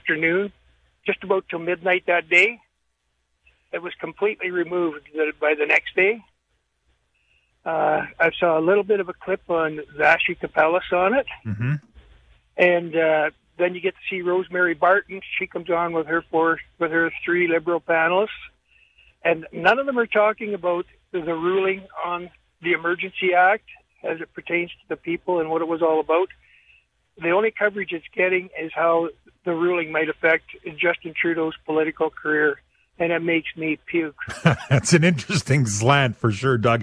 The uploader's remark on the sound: opens up the phone lines to take your calls